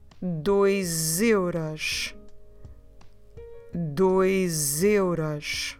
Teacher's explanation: the letter S is between two vowels, which means that I need to do like the sound of a Z